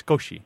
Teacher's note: The word in Roman characters, if you'd spelled it with our alphabet instead of theirs, it'd be S-U-K-O-S-H-I, and it means small or short or little or something along those lines. But usually the U is not pronounced. It's kind of a voiceless sound